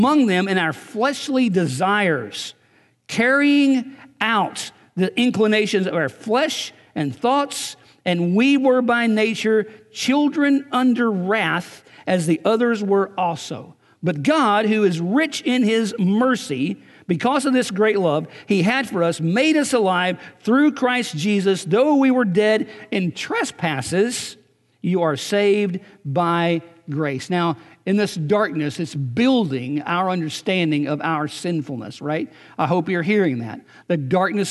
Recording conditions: large echoing room